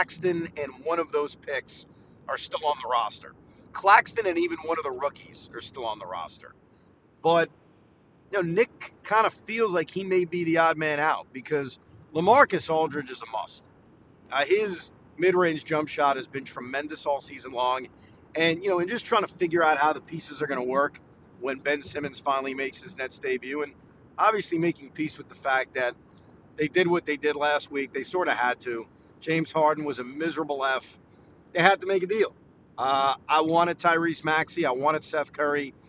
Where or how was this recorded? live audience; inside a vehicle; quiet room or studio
inside a vehicle